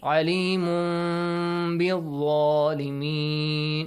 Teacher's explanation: you gotta pronounce it with iqlab sound. We change it to kind of meme sound. Half. Alimun bil zalimin.